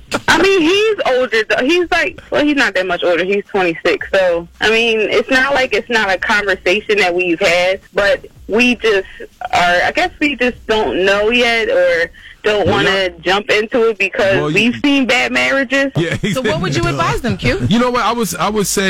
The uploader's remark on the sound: Some listeners called in with their opinions.